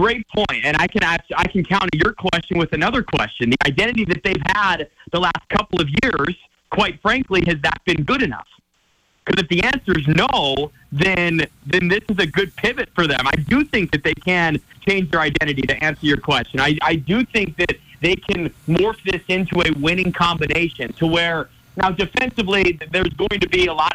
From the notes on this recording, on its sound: hops on the phone